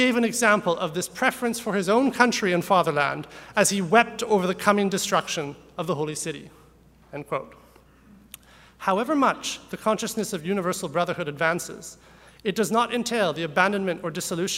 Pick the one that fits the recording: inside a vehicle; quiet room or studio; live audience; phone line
live audience